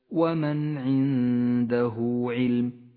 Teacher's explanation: مد الصلة الصغرى في قوله تعالى ومن عنده علم الكتاب، ومن عنده علم، هاء الضمير تمد حركتين